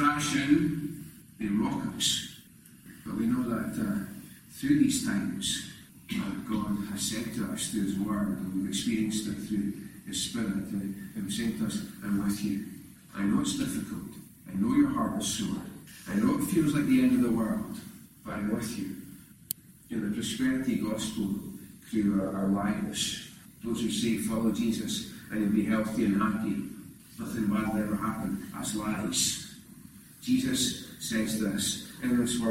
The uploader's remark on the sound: recorded at North Harris Free Church on Sunday evening 21st November 2021.